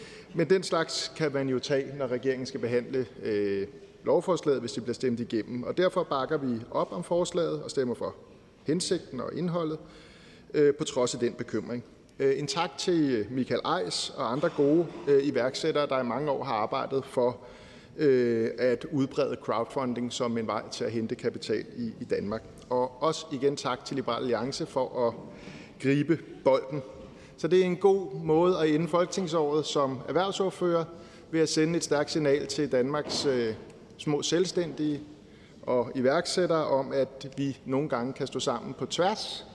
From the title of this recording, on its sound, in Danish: Møde i salen